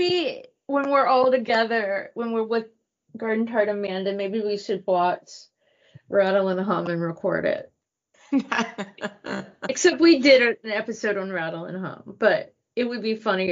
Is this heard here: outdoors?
no